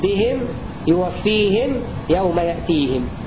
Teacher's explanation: فكل القراء بما فيهم حمزة يقف بكسر الهاء